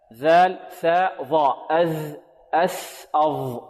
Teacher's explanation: هذه ثلاث أحرف تخرج من منتهى طرف اللسان مع منتهى أطراف الثنايا العليا